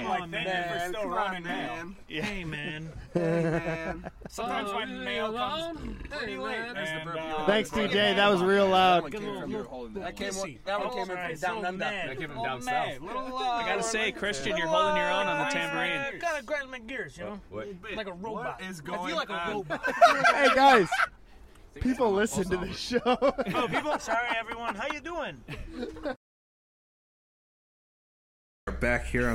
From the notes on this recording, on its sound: Live From A Van. Recorded a bunch of badass music in our van.